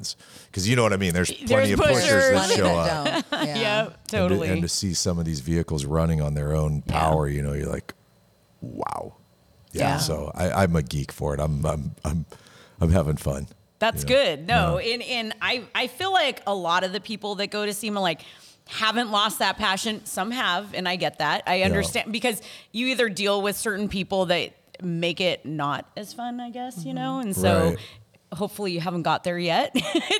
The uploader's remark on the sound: Recorded at Autotopia LA